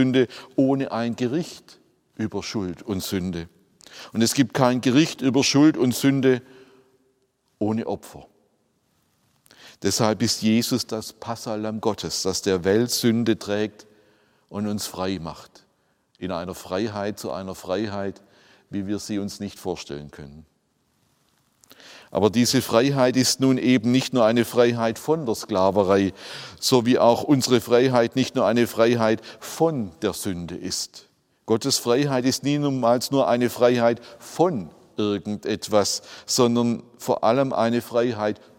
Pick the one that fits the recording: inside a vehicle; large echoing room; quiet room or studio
large echoing room